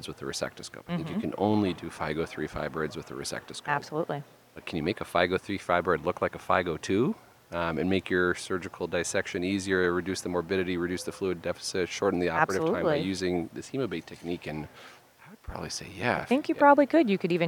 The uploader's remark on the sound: Live from ASRM 2023